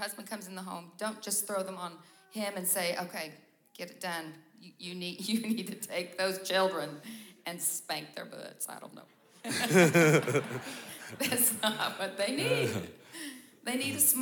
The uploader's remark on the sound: 2023 Marriage Seminar (General Session 2). These episodes were recorded live. At our 2023 Calvary Marriage Seminar.